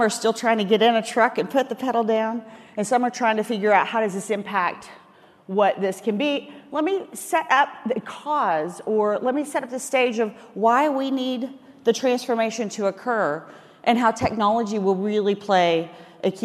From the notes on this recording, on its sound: the Day02 Industry Keynote from FreightWaves LIVE Chicago 2019